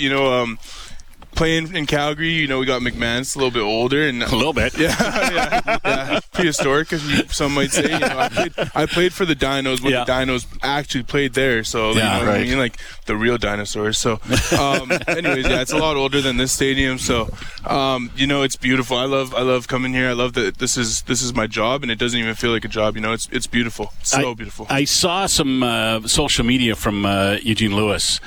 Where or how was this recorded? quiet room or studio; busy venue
busy venue